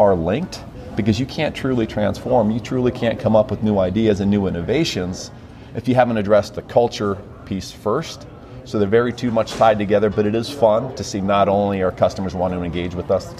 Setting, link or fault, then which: setting, busy venue